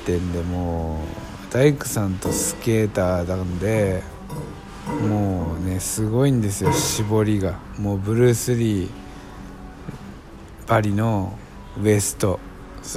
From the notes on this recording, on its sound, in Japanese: マクドナルドで収録